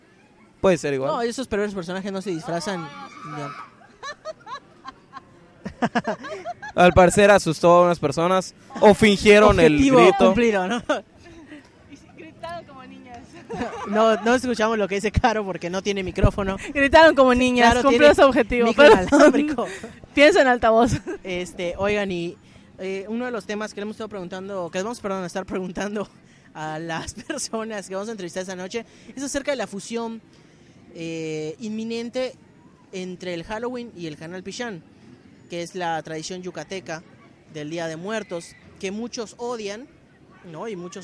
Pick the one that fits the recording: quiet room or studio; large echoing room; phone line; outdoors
outdoors